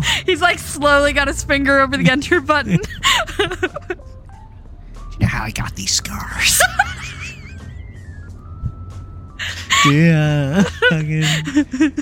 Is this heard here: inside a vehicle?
yes